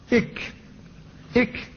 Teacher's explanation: والقاف هو أقصى اللسان فوق، ثم الكاف أسفله، كذلك أصل اللسان فيه مخرج آخر وهو للكاف، ولكنها أسفل من مخرج القاف